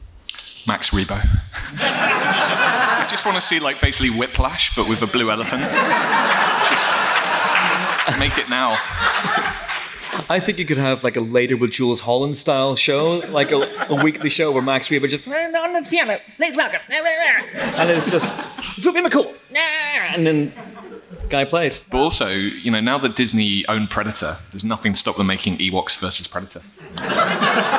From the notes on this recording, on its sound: The live podcast we recorded a few weeks ago when Star Wars Celebration came to London. Audience questions.